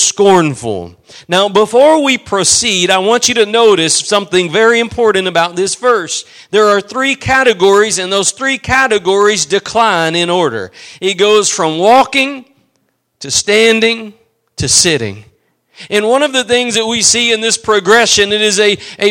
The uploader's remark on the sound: Preached at Gospel Lighthouse in Bossier City, La.